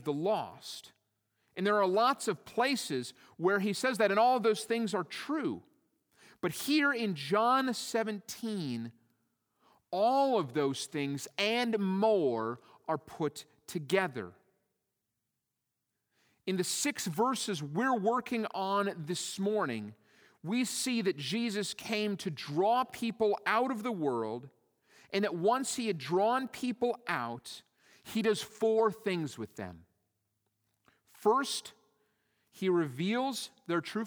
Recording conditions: large echoing room